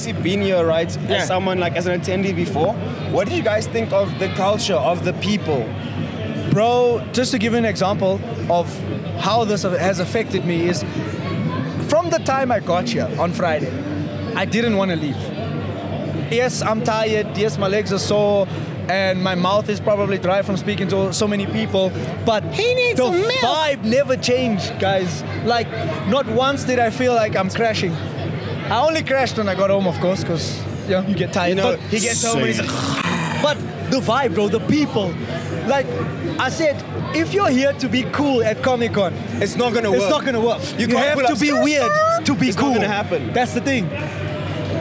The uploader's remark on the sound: Live at Comic Con Africa 2023. As they take the stage at one of the biggest pop culture events of the year.